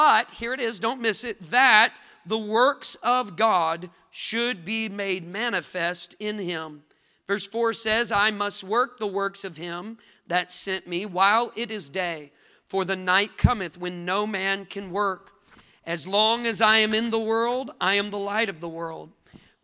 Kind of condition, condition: setting, large echoing room